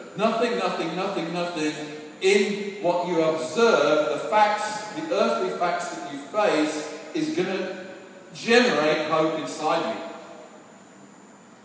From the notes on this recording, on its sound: Sorry for the poor recording quality.